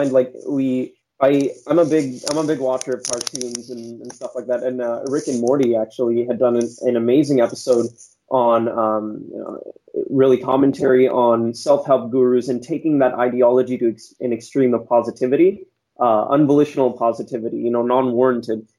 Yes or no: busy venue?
no